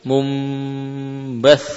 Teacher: Sehingga cara membaca nun yang munqalab, munqalabah ilal mim adalah merapatkan bibir. · Term: iqlab